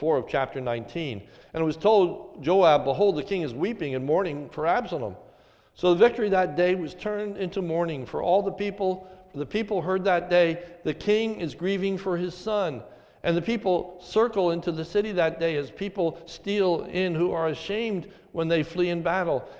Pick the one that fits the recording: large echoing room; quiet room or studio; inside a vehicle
large echoing room